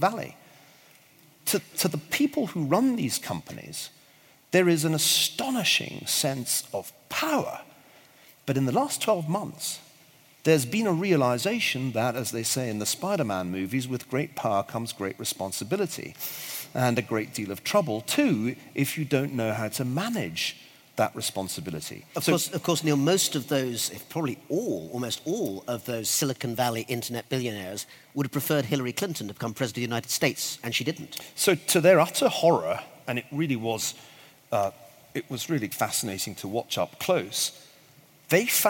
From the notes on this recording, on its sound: The audio of this live Intelligence Squared event was recorded in London in 2017.